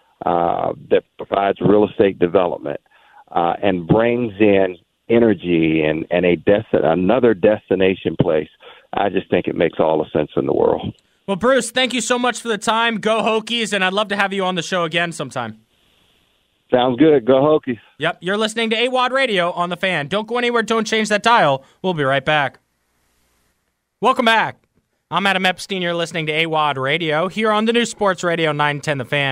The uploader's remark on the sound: We keep things rolling here in the Fan studio with a special guest. We have a live caller. Another, strangely familiar, surprise caller!